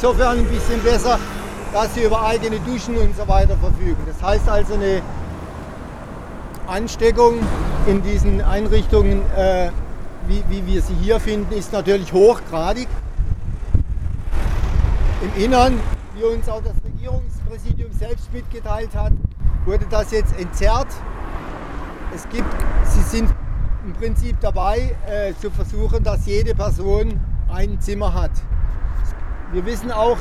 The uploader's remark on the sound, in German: Bildete sich nach 16 Uhr am Mittwoch 22.4.29 ab Eingang LEA eine 2m Abstand haltende Menschenketten Demo mit 30-50 Personen. Wegen Problemen mit dem Lauti wurde die geplante Kundgebungsrede nur bei RDL aufgezeichnet - mit im Hintergrund dem Rush-Hour Betrieb der sich normalisierenden Businessbetrieb in der Freiburger Wiesentalstr.